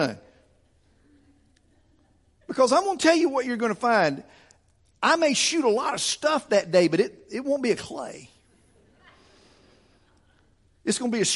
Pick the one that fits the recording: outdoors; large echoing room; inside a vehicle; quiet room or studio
large echoing room